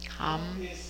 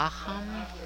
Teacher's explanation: Das Wort ist Aham. Aber nach Atmaka verliert es das A. · Shown in: first take